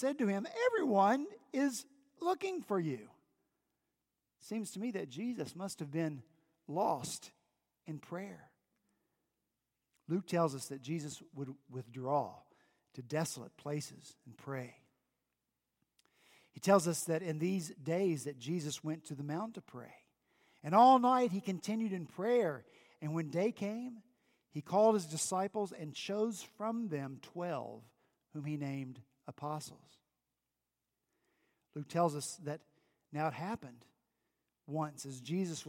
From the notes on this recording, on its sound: This past Sunday, January 20 at Redeemer Presbyterian Church in Charleston, SC. At Redeemer Presbyterian Church in Charleston, SC, our senior pastor continued in Matthew 6.